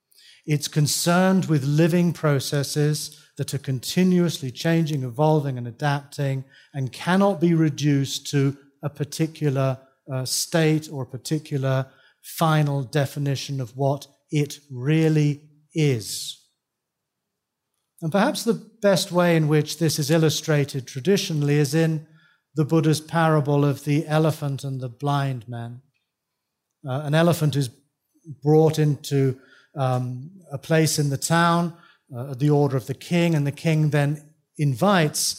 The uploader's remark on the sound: taken from the 2012 Buddhist Geeks Conference